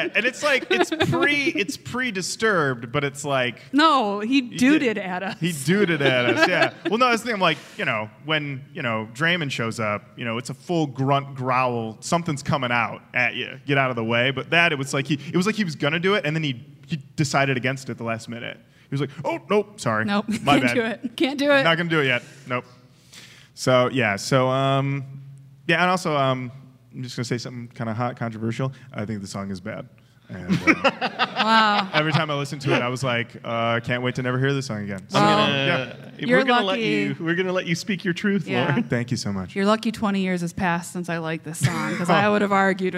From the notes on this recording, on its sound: Recorded live at the 2018 Detroit Improv Festival.